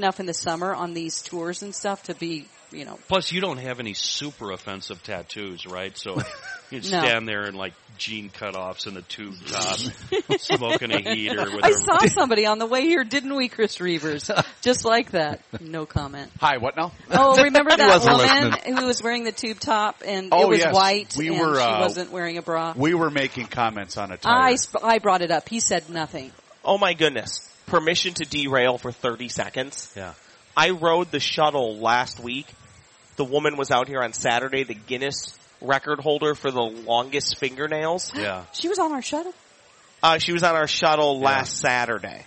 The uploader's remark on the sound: Today we play a great game at the State Fair